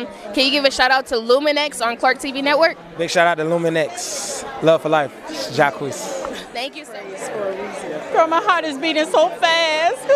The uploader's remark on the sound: Black Music Honors 2023 - Live Interviews